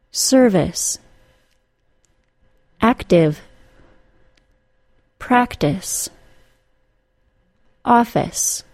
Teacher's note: the I consonant E spelling on an unstressed syllable, causing the vowel sound to be reduced to I. Listen closely. · Term: reduced vowel sound